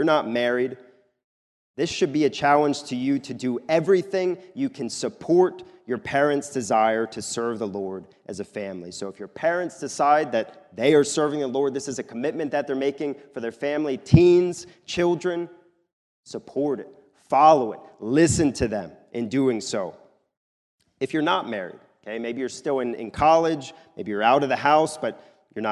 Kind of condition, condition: setting, large echoing room